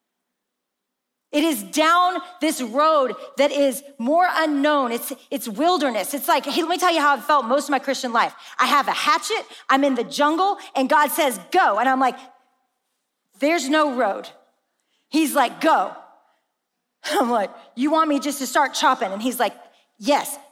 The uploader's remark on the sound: In this special episode from AWAKEN Conference 2022.